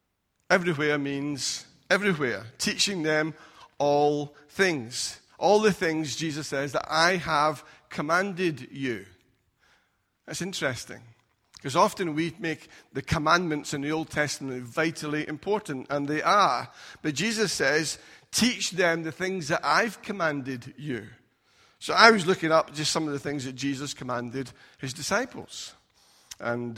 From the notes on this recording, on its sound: Recorded at freedomcentre church, Preston